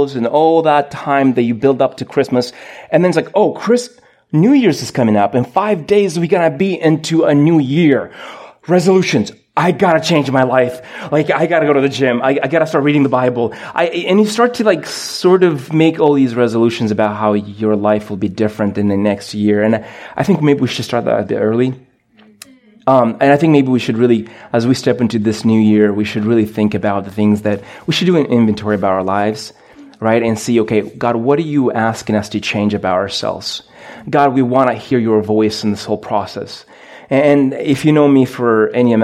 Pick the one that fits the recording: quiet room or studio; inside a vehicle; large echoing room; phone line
large echoing room